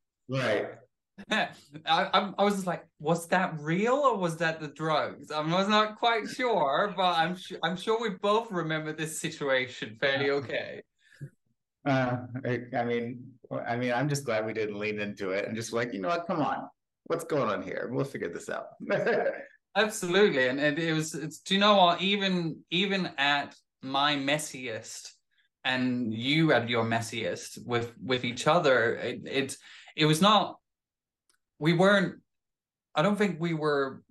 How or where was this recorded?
video call